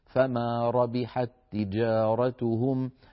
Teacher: تاء متحركة، فالتقى في النطق تاءان والأول ساكن لوحده، فلهنا ندغم التاء في التاء حتى تصير تاء واحدة مشددة، فما ربحت تجارتهم، هذا اسمه إدغام صغير.